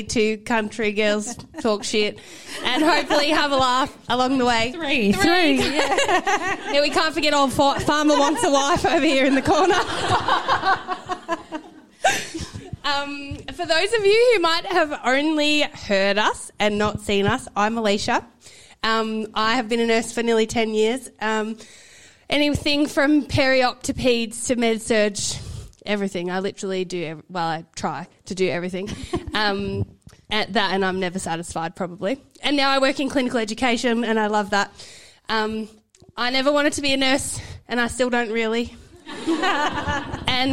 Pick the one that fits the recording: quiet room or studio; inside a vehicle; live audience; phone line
live audience